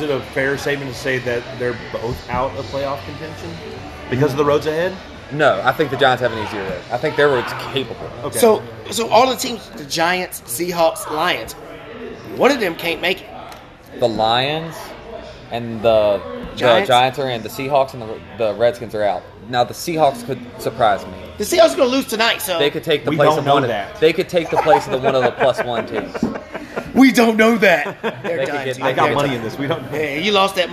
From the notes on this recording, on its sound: Live at Macados